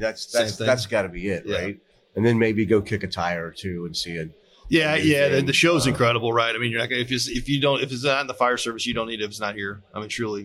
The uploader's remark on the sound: Live at FDIC